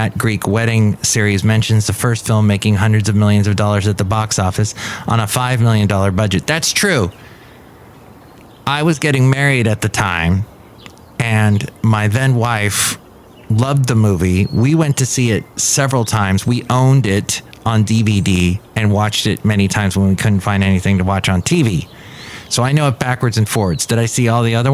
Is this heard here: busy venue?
yes